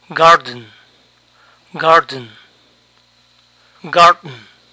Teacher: Recuerden articular la D en su boca, pero no emitan sonido para esta. · Term: glottal stop